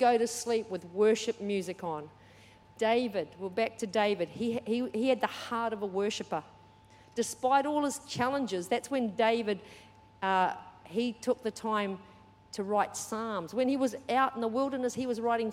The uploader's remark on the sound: Recorded during our 5pm service on Sunday, the 24th of September 2023.